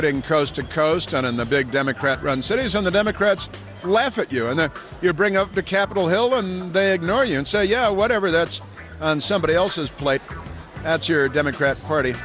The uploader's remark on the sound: Broadcasting live from CPAC.